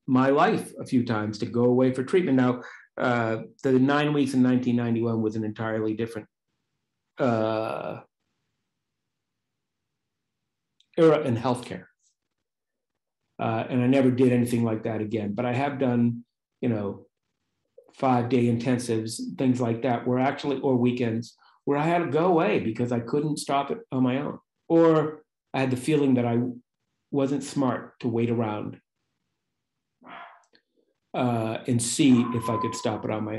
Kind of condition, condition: link, video call